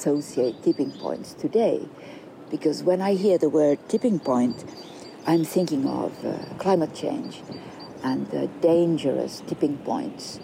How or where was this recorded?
outdoors